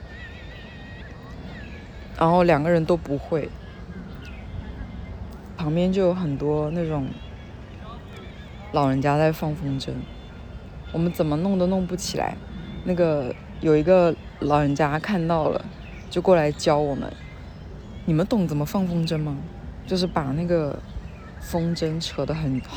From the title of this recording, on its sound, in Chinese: 带你们去公园散步，杂音很大